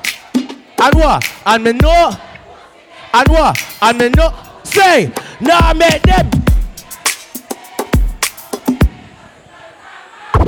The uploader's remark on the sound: Live Audio. At "LIVE SOME LIFE".